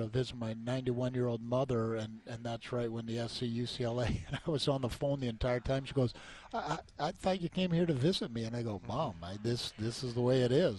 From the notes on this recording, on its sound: during the first day of the Mountain West Conference Media Day at Mandalay Bay in Las Vegas